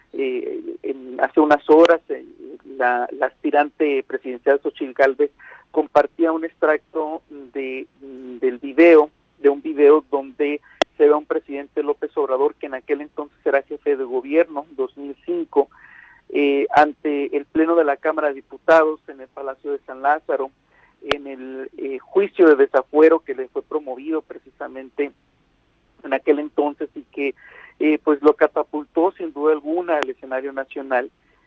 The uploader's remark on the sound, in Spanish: entrevistamos vía telefónica